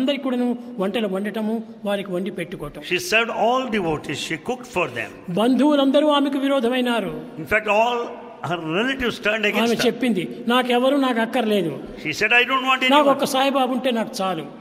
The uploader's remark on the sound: Divine Discourse Delivered on 31st August 2002 in Sai Kulwant Hall, Prasanthi Nilayam